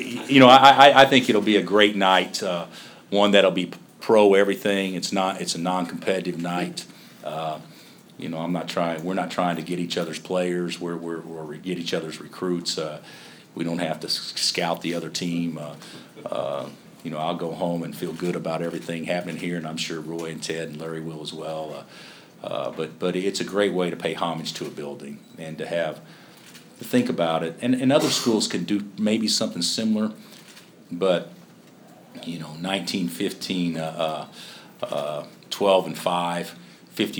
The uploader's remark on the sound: Press Conferences & Post-Game Interviews